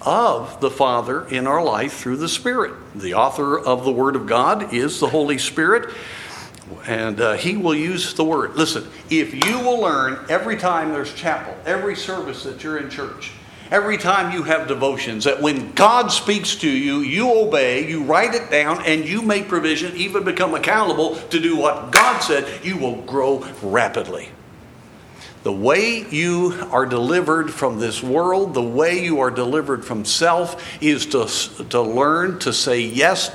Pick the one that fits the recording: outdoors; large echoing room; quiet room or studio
large echoing room